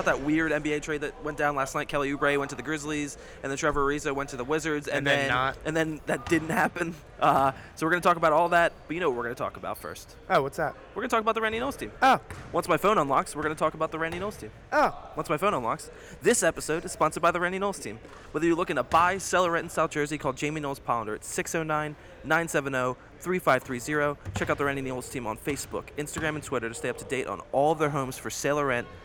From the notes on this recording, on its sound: Live at Cherokee High School. The gang records live from The Jimmy V Foundation Tournament at Cherokee High School.